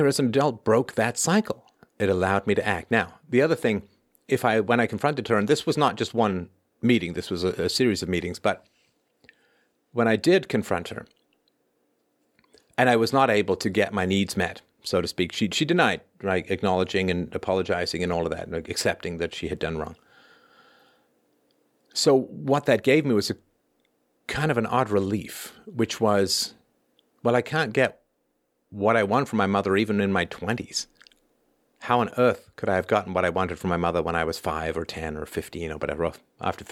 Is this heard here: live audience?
no